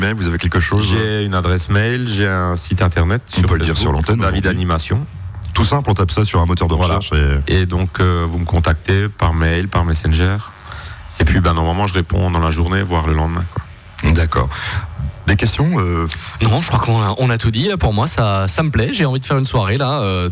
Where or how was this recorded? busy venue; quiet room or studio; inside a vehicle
busy venue